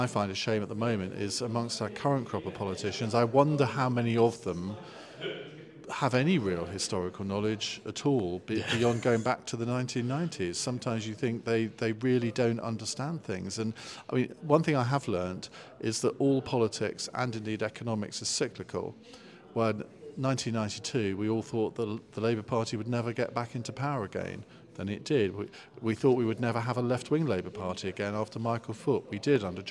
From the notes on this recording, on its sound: Today we are at Gloucester History Festival.